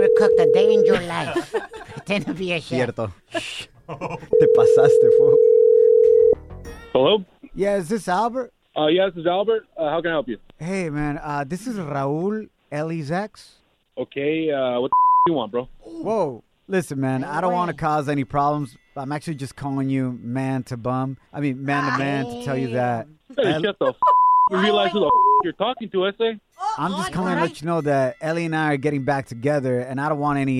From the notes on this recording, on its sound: We also opened up the phone lines after our listener reached out for advice.